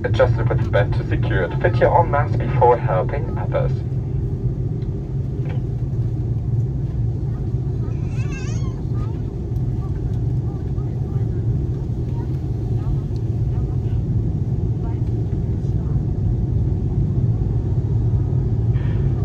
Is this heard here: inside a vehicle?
yes